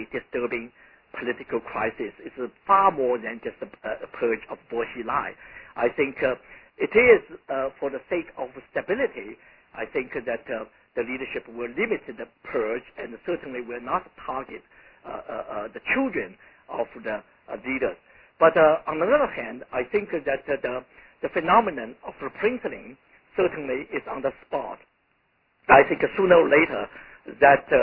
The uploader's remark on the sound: in a conference call